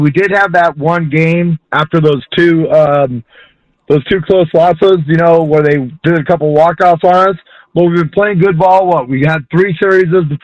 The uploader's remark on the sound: takes your phone calls